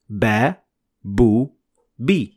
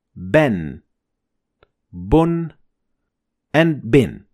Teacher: But if we're going to double this short vowel, it will be ben, bun, and bin. And the addition of n or noon at the end of the word is the effect of tanween. · Shown in: second take